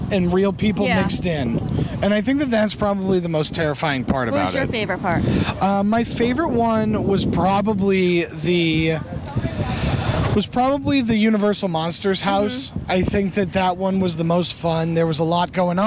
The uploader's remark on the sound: recording live from Halloween Horror Nights at Universal Studios, Orlando Florida!